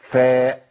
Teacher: للمخرج بتاعها. اللي هو اطراف الثنايا مع باطن الشفه السفلى